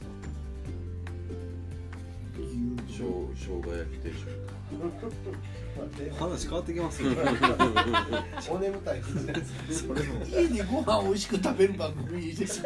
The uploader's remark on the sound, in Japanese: RECORD(お店)より